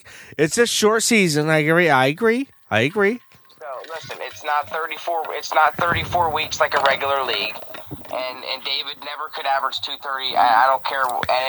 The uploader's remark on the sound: We have a special guest call